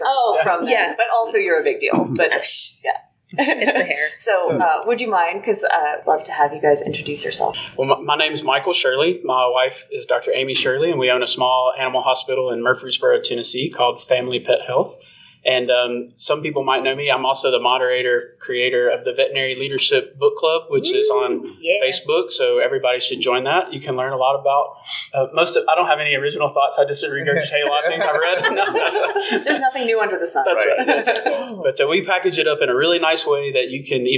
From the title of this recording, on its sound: Panel Interview from Connexity 2022!